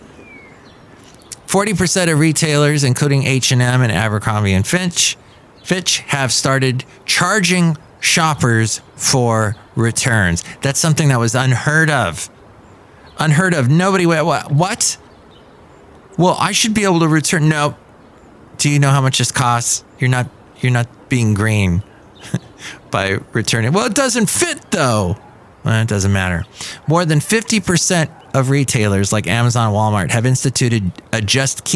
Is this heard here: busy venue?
yes